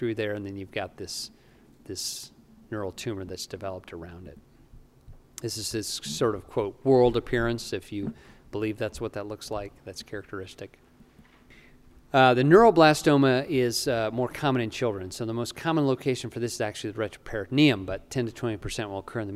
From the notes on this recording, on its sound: During the CORE conference in Salt Lake City, Utah - USA.